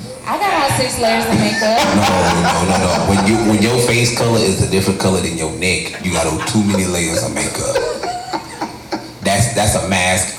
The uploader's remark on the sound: This recording is from our mask party